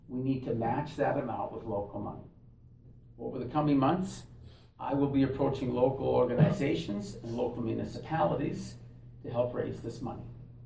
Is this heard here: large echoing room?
yes